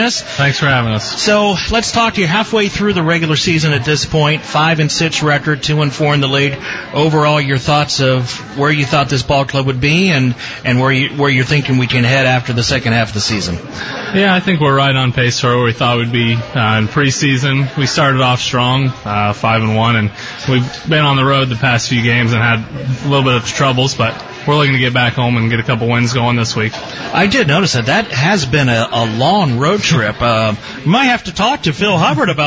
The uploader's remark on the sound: The Licking County Locker Room is broadcast Monday nights from Shipp Brothers Brewing in downtown Newark.